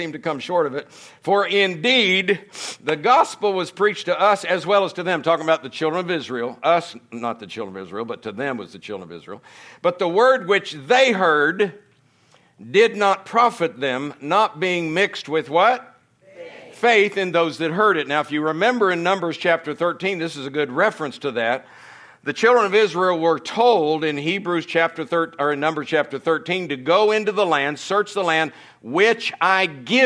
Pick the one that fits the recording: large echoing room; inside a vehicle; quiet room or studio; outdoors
large echoing room